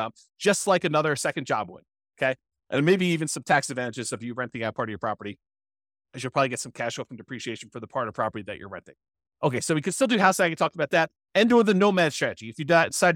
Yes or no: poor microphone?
no